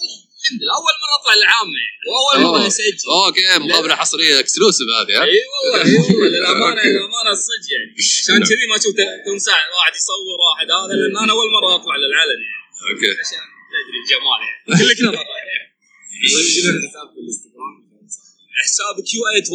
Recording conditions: busy venue